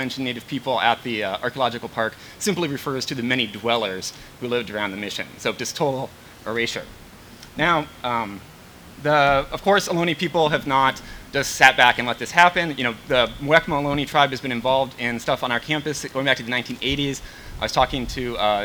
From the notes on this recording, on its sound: This recording is from the second half of a panel entitled “Telling the Truth of the California Missions,” which was part of the Telling and Teaching the Truth of the California Missions event.